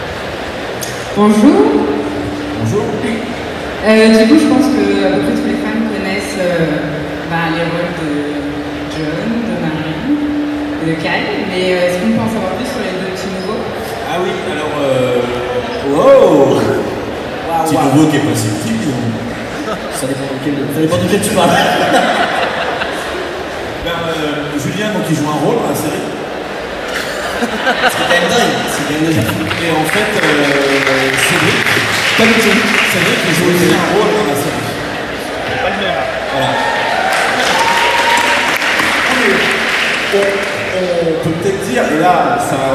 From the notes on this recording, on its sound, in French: Suite des enregistrements réalisés lors du TGS 2016, la conférence Hero Corp.